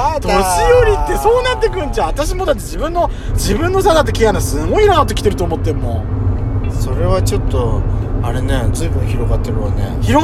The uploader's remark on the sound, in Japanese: ドスドライブ収録。ロードノイズゴメンね。